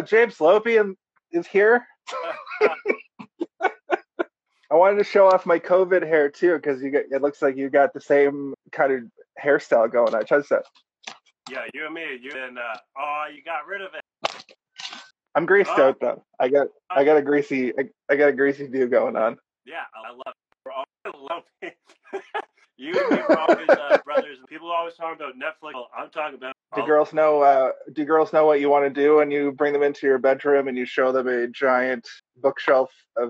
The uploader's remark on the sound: Luckily the sound has been compressed.